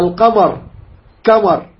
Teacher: يخلط القاف على كاف والكاف على قاف لتقاربهما